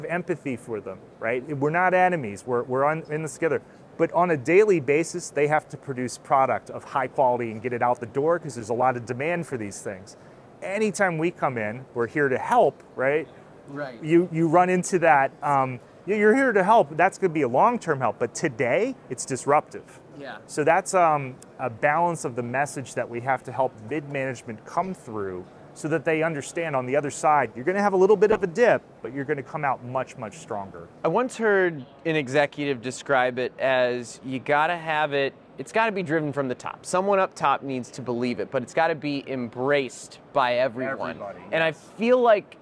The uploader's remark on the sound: Live from the Smart Manufacturing Experience. Asked industry experts these questions live at the Smart Manufacturing Experience at SOUTHTEC.